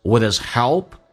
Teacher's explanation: with 跟 his 它有一个击穿 h 音不被强调，直接去掉，用前面的 v 跟 s 形成个连音